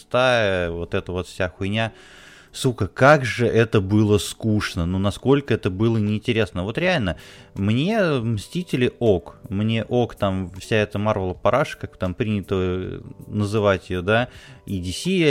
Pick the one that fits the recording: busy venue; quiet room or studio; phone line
quiet room or studio